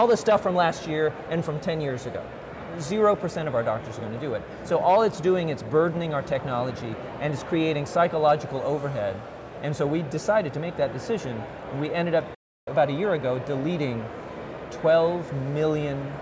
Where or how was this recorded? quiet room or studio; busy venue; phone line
busy venue